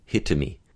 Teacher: we get perhaps a little ghost vowel in between